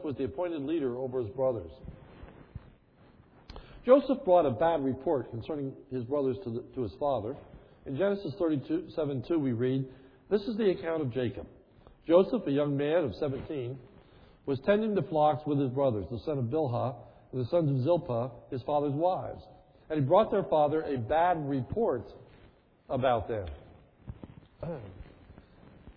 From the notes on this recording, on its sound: This sermon is recorded on 1/02/11 in the evening service.